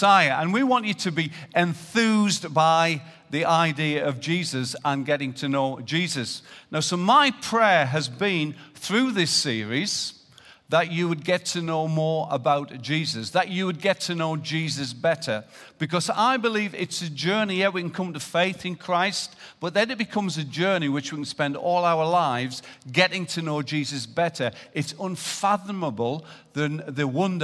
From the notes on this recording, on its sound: Recorded live at Life Church Lancashire on Sunday 4th November 2018.